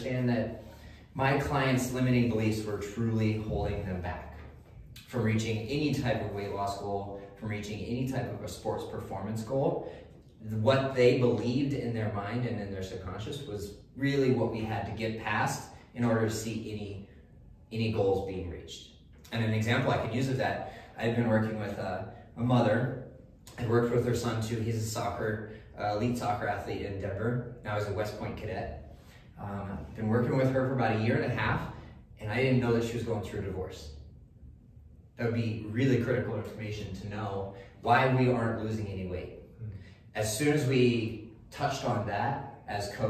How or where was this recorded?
live audience